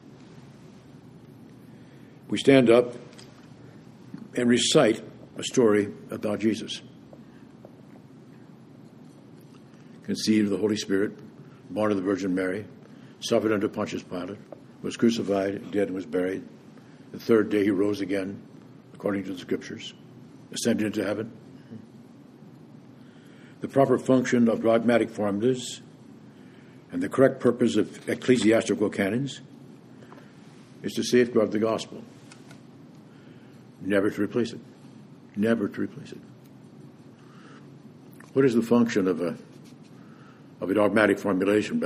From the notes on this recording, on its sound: preached this homily at Vespers on January 19, 2019